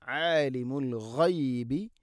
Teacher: ഗൈന് തൊണ്ടയുടെ മുഗൾ ഭാഗമാണ്